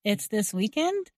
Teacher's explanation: Instead, here we are using the same word order, but adding rising intonation to clarify we heard correctly